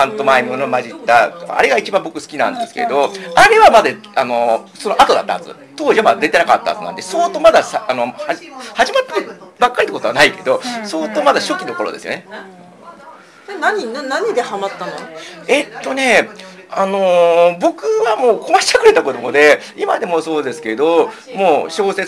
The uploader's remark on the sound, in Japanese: 公開収録イベント「少女漫画座談会」の後編です。